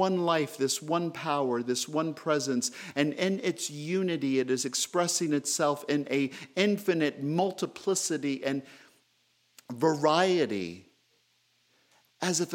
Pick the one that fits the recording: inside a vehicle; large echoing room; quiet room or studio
large echoing room